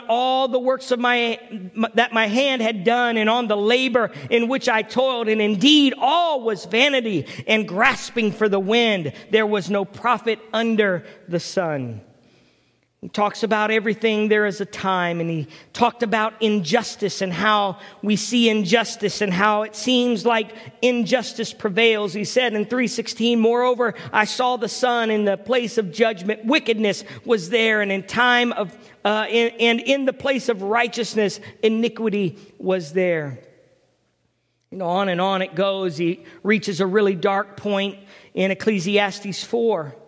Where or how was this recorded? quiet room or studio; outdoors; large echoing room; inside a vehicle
large echoing room